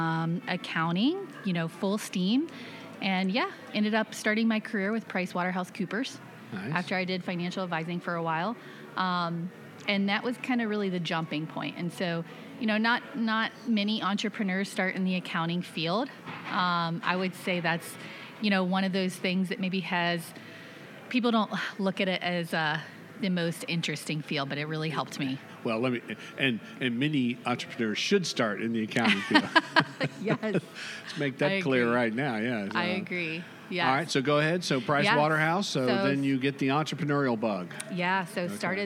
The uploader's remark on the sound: Recorded live at this year’s FLAGGL Small Business Lender’s Conference hosted at The JW Marriott Orlando, Grande Lakes